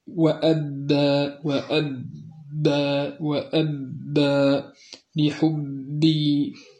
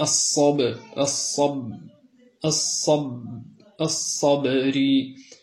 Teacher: ينحبس الصوت خلف الشفتين، كما هو معلوم مخرج الباء من الشفتين، ينحبس الصوت خلف الشفتين ويهتز الوتران الصوتيان عند نطق الباء المشددة من نحو قوله تعالى وأب وأب وأب لحبي، هذا بالنسبة للباء.